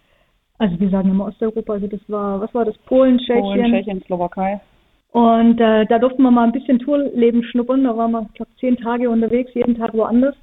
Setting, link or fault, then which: link, phone line